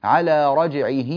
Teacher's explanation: على رجعه الهاء مكسورة فوصلناها بياء · Term: الصلة